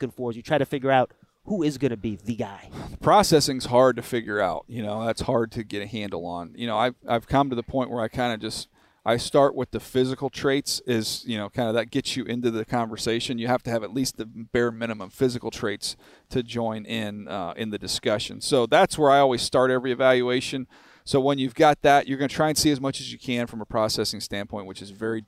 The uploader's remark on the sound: On this episode of the Giants Huddle podcast live from the NFL Combine.